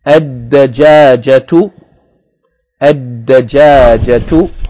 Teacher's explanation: The next word, ad-dajajatu, ad-dajajatu, with shadda on the dal because it's a sun letter, and the elongation of the second syllable, dajajatu, with ta marbuta on the end.